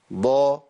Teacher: الضاد إحنا قلنا إنها مجهورة صح؟ مقطوعة النفس